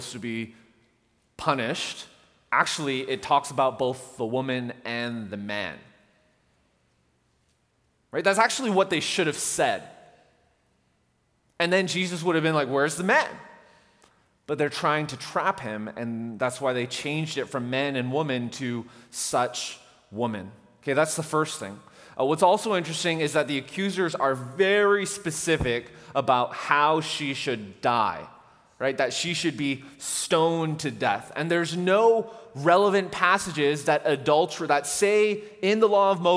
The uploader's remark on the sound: At The Fellowship in Nashville. Recorded live on July 14, 2019 at The Fellowship at Two Rivers.